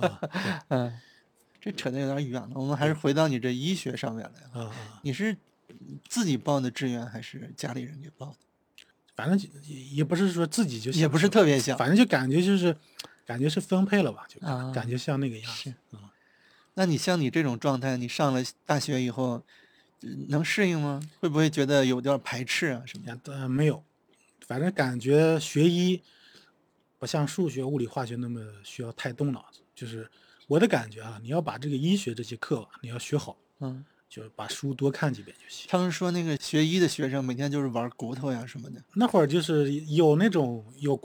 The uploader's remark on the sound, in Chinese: 本期是在户外录制，声音质量略受影响